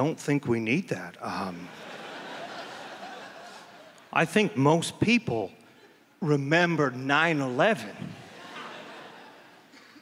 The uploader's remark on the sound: This stand up performance took place at the Just for Laughs Festival in Montreal, Quebec.